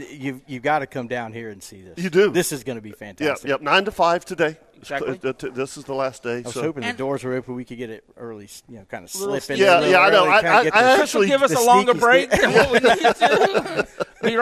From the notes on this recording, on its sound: Broadcasting live from the Florida International Antique Tackle Show at World Golf Village in St.